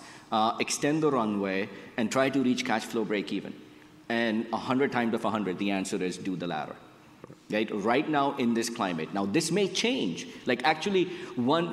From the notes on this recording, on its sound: Recorded at an event held in May.